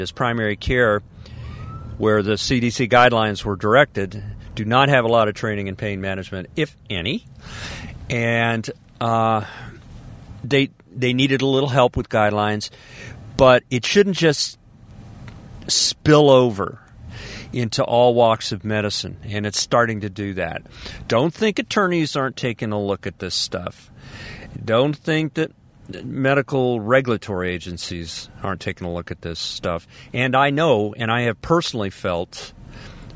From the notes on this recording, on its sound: I"m Podcasting in my car, from the coast.